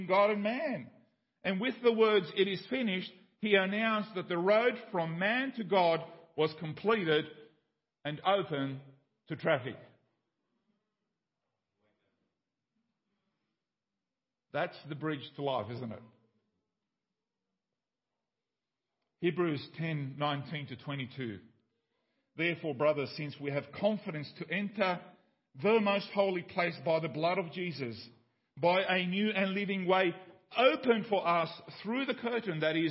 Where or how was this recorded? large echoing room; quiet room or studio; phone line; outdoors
large echoing room